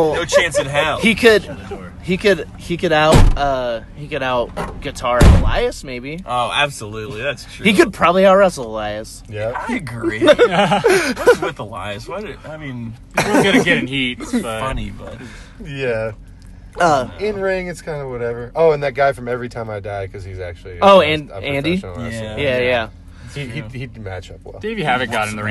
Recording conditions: inside a vehicle